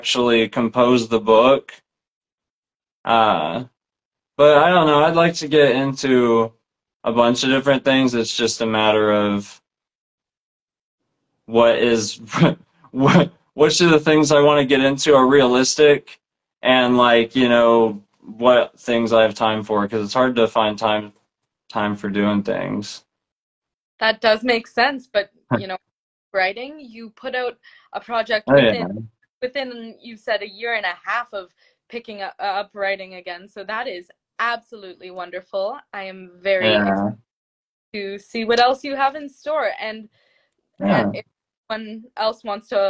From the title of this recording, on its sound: Instagram Live Interview